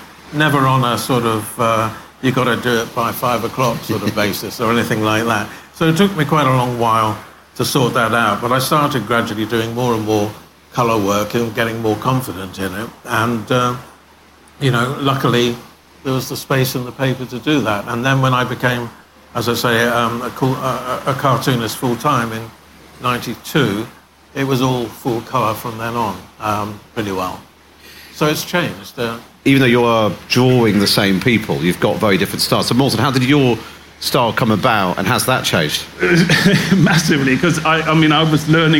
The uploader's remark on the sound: at the Cheltenham Literature Festival